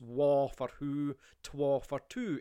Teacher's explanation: As when O happens to terminate the word, especially monosyllables, they change it into an A